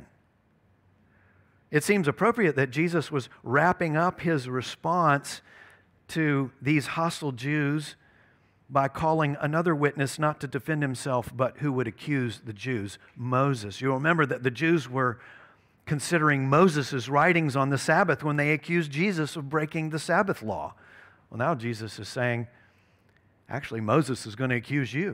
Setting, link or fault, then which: setting, large echoing room